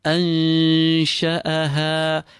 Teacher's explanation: So أَنْشَأَهَا، keep the two hamzas clean. أنشأها، feel the ha exiting from the bottom of your throat